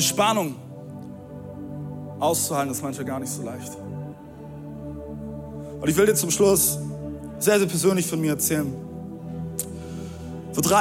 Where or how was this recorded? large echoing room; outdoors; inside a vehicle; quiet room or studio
large echoing room